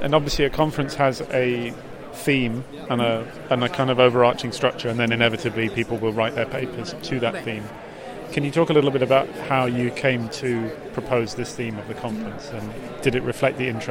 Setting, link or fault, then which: setting, busy venue